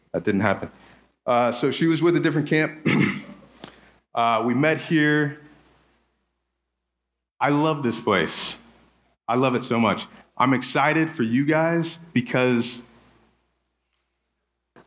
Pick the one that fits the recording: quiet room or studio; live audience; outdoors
live audience